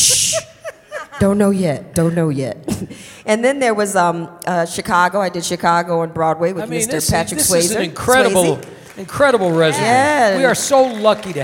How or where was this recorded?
live audience